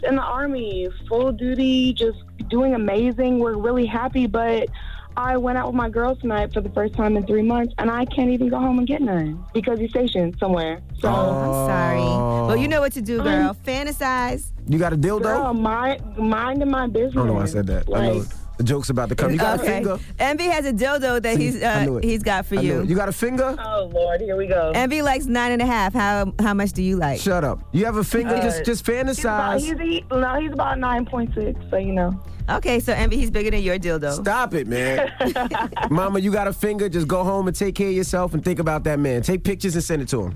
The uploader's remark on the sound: We opened up the phone lines to see if our listeners could list all the positive things we do.